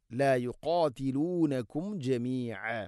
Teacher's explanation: സാക്കിന മീമിന് ശേഷം ജീം ഇസ്ഹാർ.